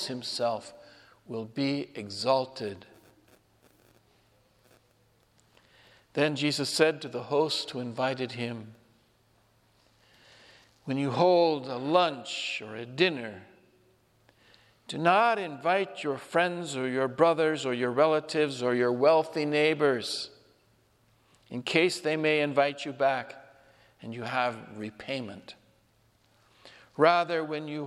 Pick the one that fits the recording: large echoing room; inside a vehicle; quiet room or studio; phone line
large echoing room